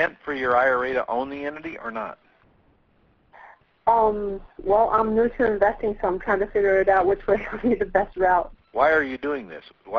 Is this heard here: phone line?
yes